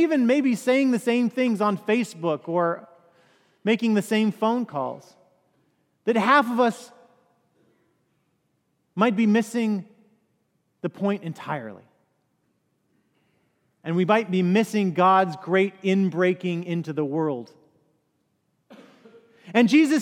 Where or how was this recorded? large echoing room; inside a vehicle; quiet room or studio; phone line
large echoing room